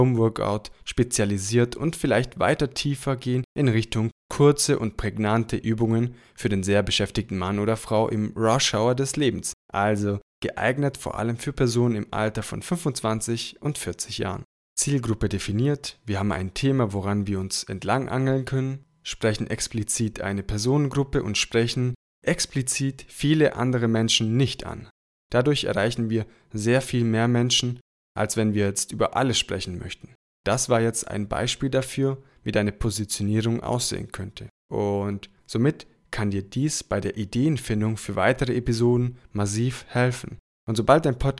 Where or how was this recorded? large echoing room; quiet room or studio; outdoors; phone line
quiet room or studio